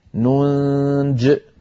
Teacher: أما إن وقفنا فنقف كالرسم ننج من غير ياء في آخرها